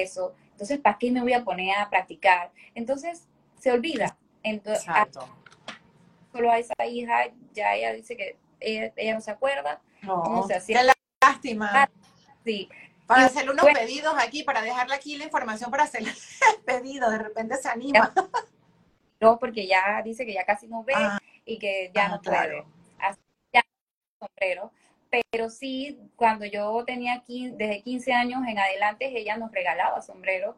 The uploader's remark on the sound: IG Live